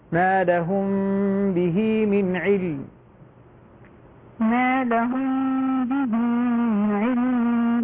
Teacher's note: ميم مع الباء إخفاء شفوي، يحتاج إلى غنة مشبعة